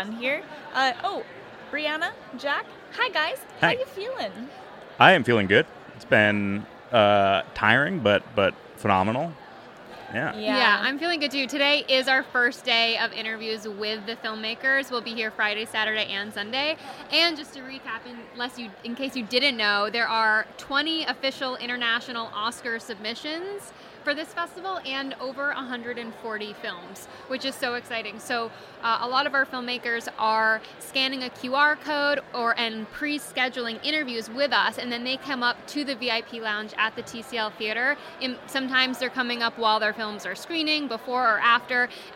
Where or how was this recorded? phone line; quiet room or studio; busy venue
busy venue